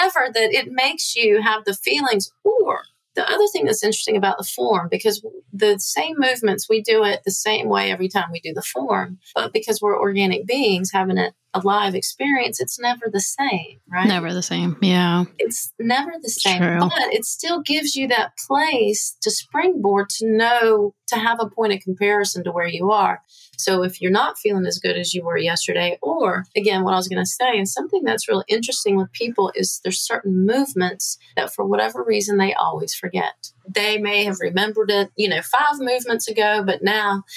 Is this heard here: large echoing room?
no